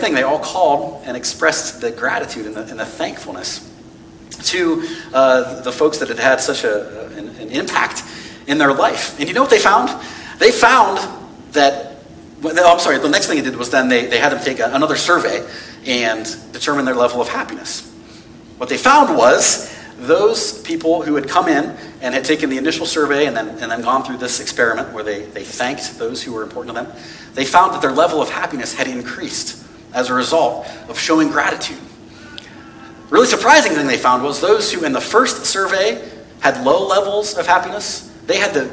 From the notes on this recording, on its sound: This message was preached on November 27, 2022 at FIVE39 Church.